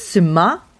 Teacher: the emphasis on the second syllable, and you're not pronouncing the C